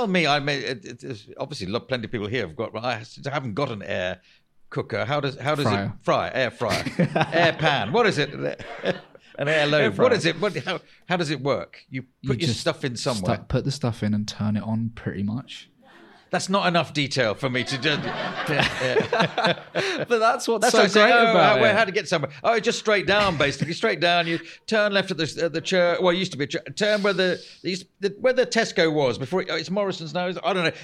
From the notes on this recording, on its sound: LIVE! This episode was recorded live at the Edinburgh Fringe, August 2023.